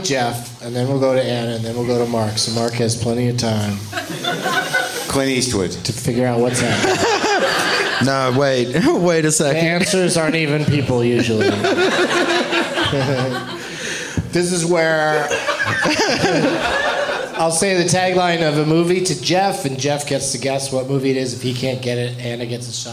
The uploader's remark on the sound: Live from Comedy on State in Madison